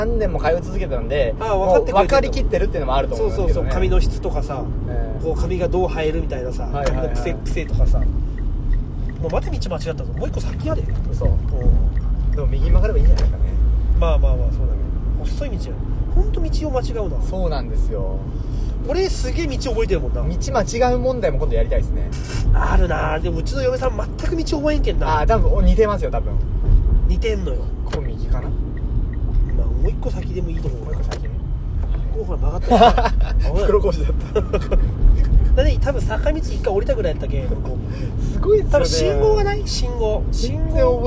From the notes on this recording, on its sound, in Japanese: 営業中の車の中で